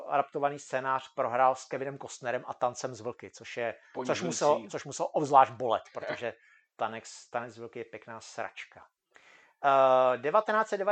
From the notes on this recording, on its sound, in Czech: Omlouváme se za slabší kvalitu zvuku.